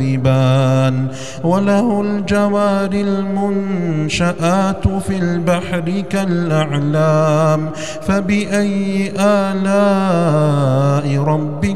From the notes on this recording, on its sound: recorded at Green Lane Masjid, Birmingham, UK.